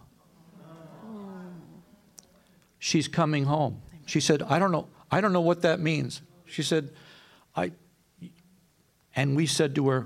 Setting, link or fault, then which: setting, live audience